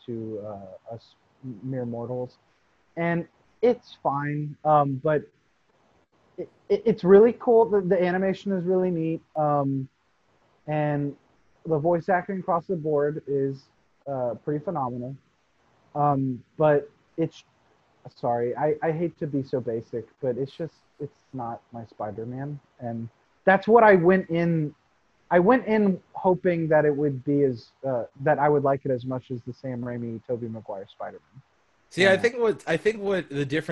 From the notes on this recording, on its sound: We had some audio issues from our first couple of recording sessions. Hopefully from after the intro of this episode they should be cleared up.